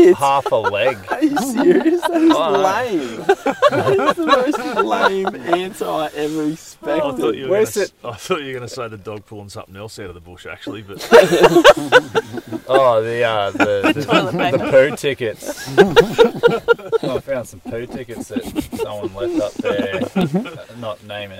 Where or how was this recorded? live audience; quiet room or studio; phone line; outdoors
outdoors